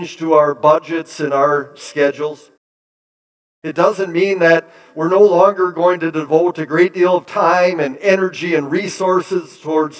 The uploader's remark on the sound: Bethany, Appleton, WI. Preached this sermon at Bethany's Easter Sunday worship on April 9, 2023.